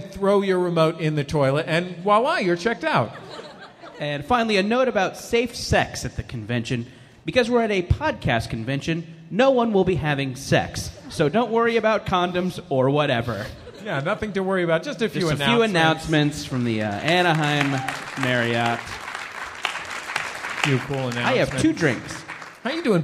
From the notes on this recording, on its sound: Live at Now Hear This Festival. Live on stage in Anaheim as part of the Now Hear This podcast festival.